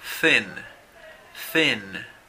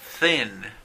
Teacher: Dense cuenta cómo digo, thin. Utilizo solamente el aire en la TH · Term: TH sin voz